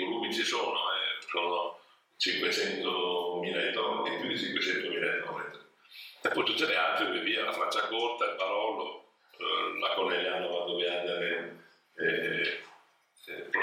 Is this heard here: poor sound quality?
yes